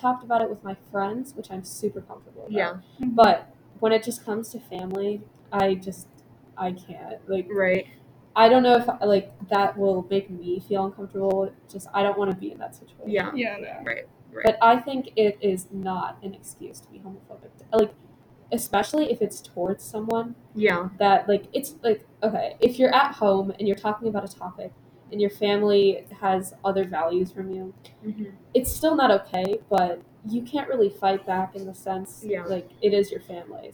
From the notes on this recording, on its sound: Still recording in the school building, so please excuse any background noise.